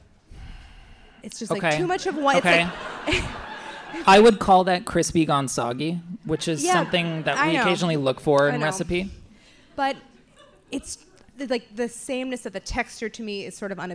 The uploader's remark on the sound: we air a conversation from our live show a few weeks back